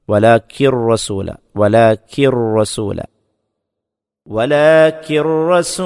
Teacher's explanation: വലാക്കിൻ എന്നതിലെ ആ നൂനിൻ്റെ ഉച്ചാരണം, സാക്കിനായ നൂനിൻ്റെ ഉച്ചാരണം അവിടെ കാണപ്പെടുകയില്ല. ആ നൂനിനെ റായിലേക്ക് ചേർക്കുകയാണ് ചെയ്യുന്നത്, ഇദ്ഗാം ചെയ്യുക എന്ന് പറയും. അപ്പോൾ അവിടെ സാക്കിനായ നൂനിൻ്റെ ഉച്ചാരണം കാണപ്പെടില്ല.